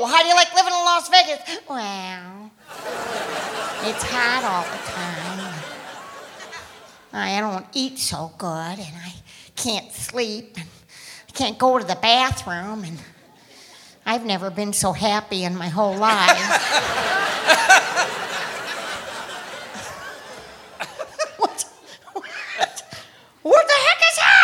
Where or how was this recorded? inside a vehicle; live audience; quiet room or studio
live audience